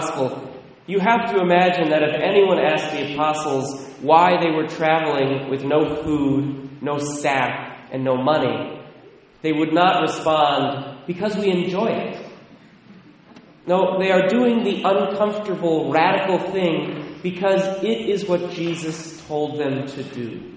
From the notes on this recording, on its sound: Recorded at Sacred Heart, La Conner, WA